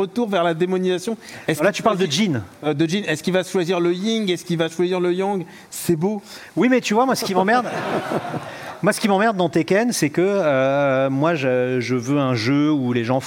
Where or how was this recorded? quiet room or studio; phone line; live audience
live audience